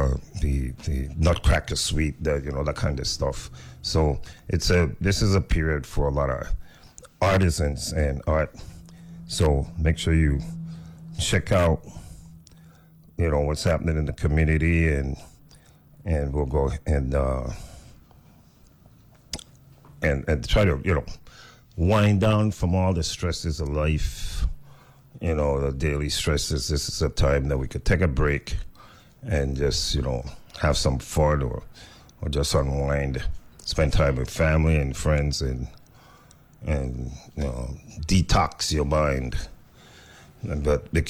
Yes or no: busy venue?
no